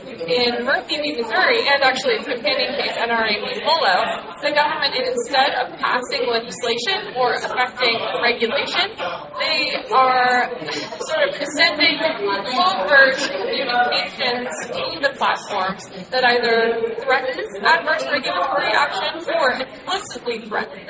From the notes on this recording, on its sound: The Tech Policy Grind is bringing you to State of the Net 2024 Live! In this episode, we put together three conversations from our live recording at the conference.